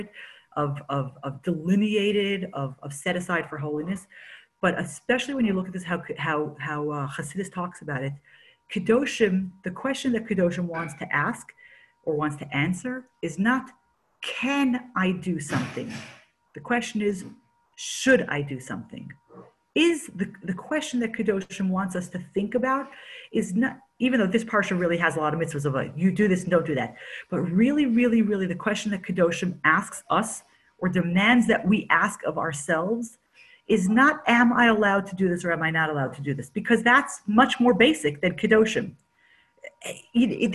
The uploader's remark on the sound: Zoom Class